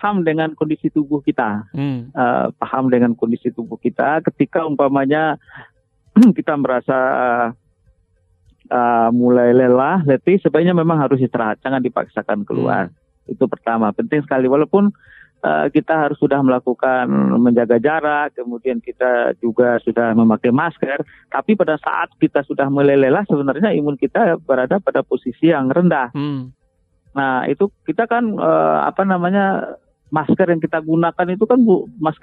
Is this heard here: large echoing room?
no